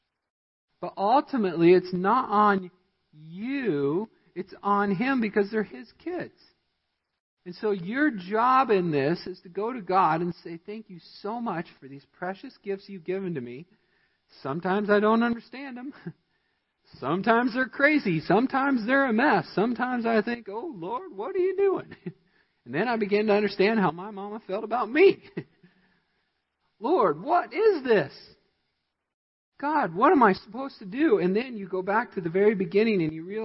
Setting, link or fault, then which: setting, large echoing room